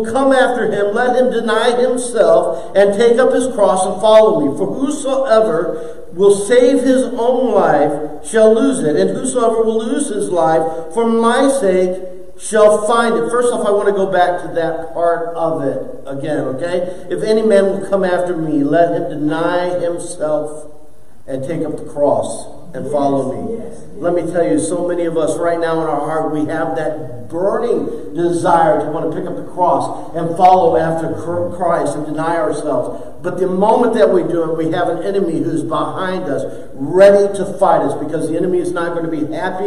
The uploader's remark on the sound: preached for the first time in church